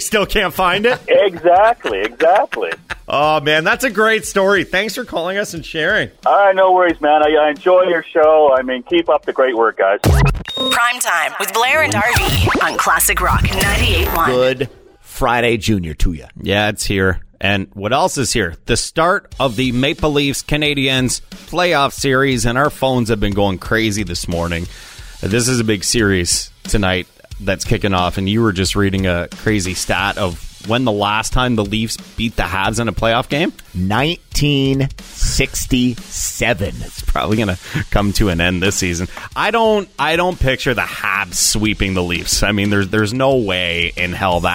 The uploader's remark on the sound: The phone lines are on fire today.